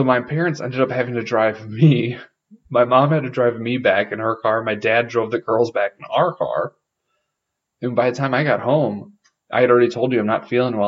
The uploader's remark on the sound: Sorry for the poor audio. We had some computer issues but wanted to get this out!